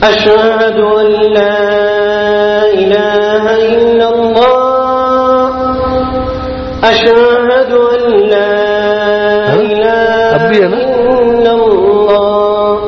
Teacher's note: أو شاباش، اشہدو دوسرا جو ہوتا ہے نا، پہلا نہیں دوسرا، اس میں ہا وہ ایک سر بن جاتا ہے نا، تو ہا تھوڑا سا طویل ہو رہا ہے